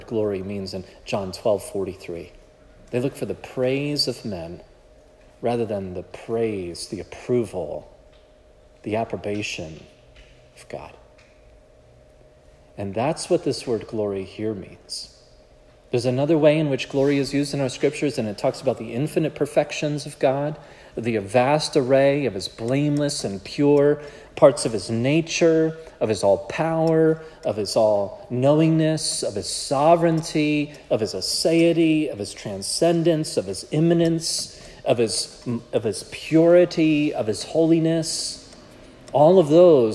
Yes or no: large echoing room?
yes